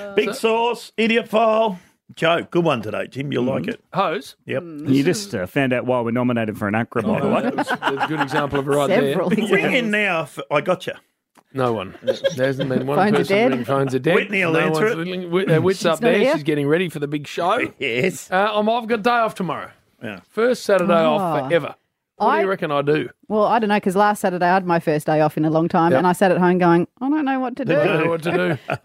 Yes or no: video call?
no